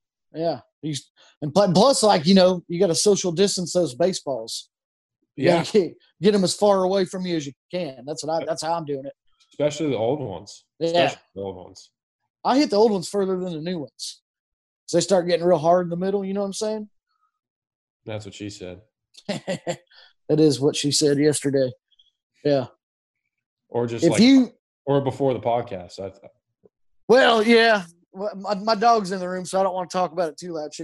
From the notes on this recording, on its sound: Zoom'd with one of the biggest names in MLB